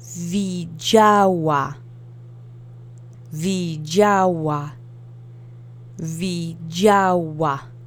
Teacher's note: the DZI letter combination makes a J sound, and the accent is on the middle syllable. Let's repeat it together 3 times.